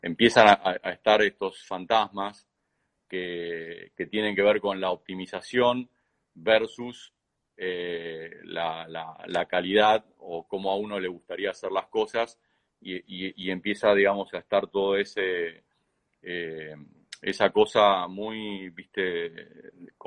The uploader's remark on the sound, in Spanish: conversaciones en vivo por Instagram